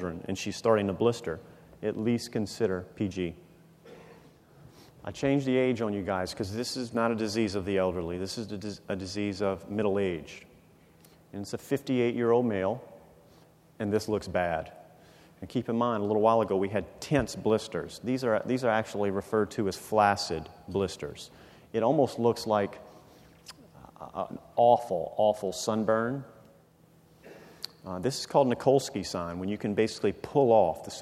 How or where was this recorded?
live audience